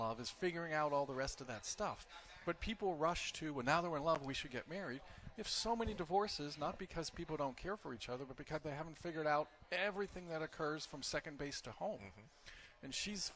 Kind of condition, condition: setting, busy venue